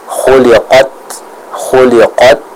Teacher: Bukan khuliqat, enggak, tapi khuliqat terputus, ya. Setelah aliran suaranya terputus, baru kita keluarkan sedikit nafas. Untuk apa? Untuk menyempurnakan sifat hames yang dimiliki oleh huruf ta pula.